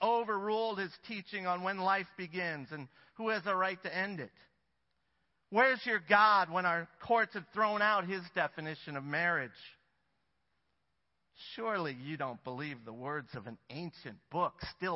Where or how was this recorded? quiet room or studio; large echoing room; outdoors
large echoing room